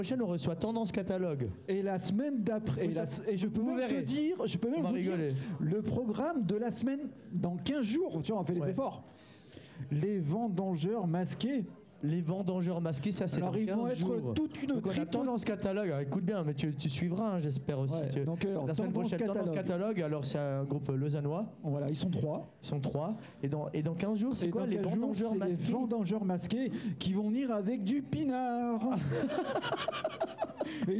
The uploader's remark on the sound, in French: en direct de la Bossette (place du nord 4, 1005 Lausanne) dans L'Open Live de Bilobamusic